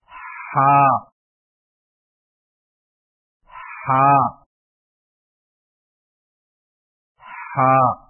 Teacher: حلق سے رگڑ کھاتی آواز، ادائیگی کے وقت زبان کی جڑ کو حلق کی طرف مضبوطی سے دباتے ہوئے ادا کریں